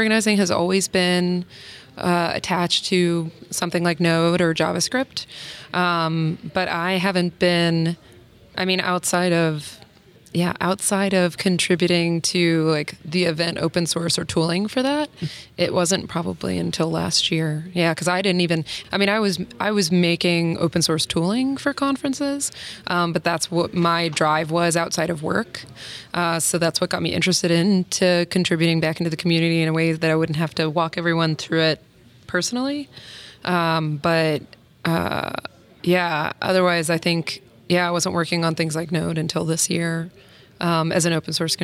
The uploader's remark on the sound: recorded at Node Interactive 2016